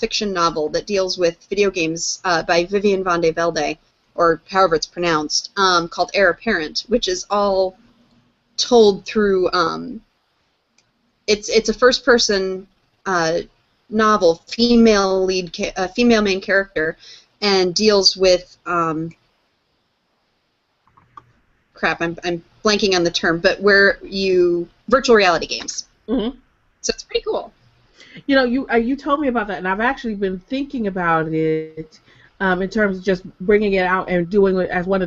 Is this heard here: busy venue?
no